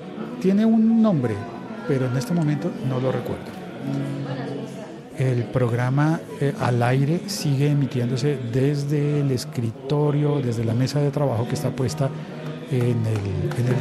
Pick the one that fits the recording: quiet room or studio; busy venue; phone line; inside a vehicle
busy venue